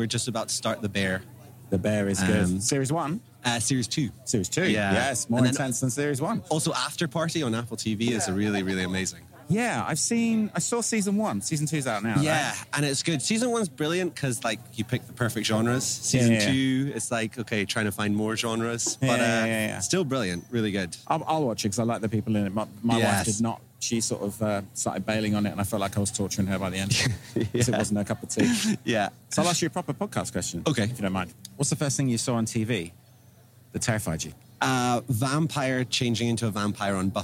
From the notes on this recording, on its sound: I take to the streets of Edinburgh during The Fringe to accost tourists and artistes in town for the World's biggest arts festival. Armed with not one, but sometimes two microphones, I go in search of soundbite gold by asking people about their likes and dislikes.